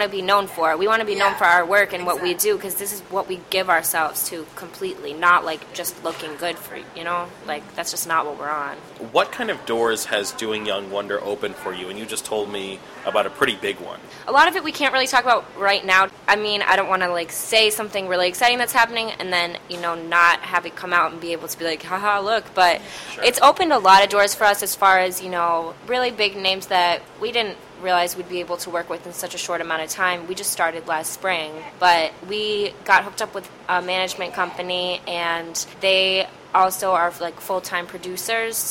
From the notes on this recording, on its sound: In an interview recorded at a local cafe.